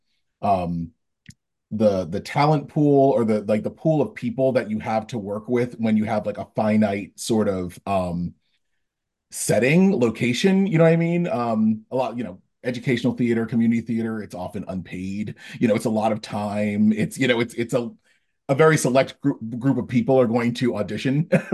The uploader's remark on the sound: This discussion was held live on Sunday, December 17th on Scene to Song’s Facebook page, and was recorded for this podcast almost in its entirety.